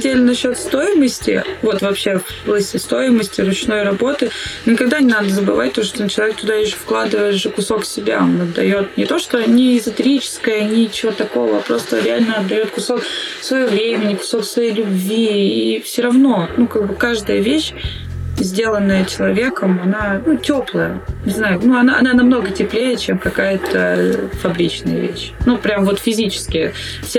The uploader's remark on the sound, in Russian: Звук в этом выпуске не фонтан.